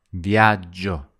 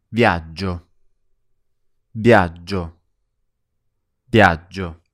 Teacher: you should linger on the G sound · Term: double G consonant